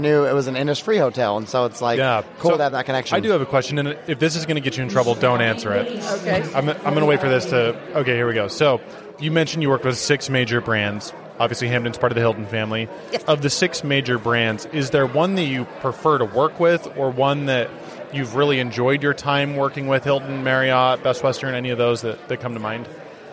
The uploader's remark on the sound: Broadcasting live from one of the charming locales managed by Innisfree Hotels